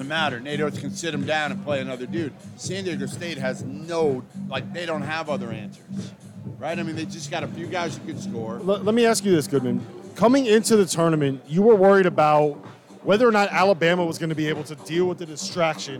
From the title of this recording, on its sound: live from Stadium Swim in Las Vegas!